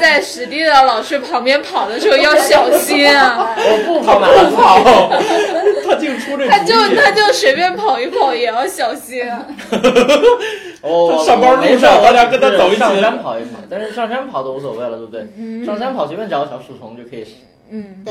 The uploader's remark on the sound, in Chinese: 本期节目为新设备电容烧坏后，又回到录音笔录制阶段的录制成品，洋桥大厦某房间内录制，如有太多瑕疵，还请多多包涵。